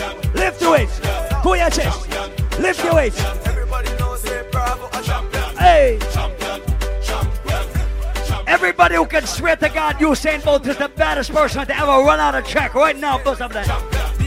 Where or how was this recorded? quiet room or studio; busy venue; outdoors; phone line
busy venue